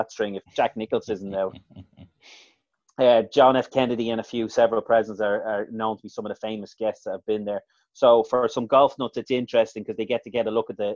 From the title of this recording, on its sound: Zoom Show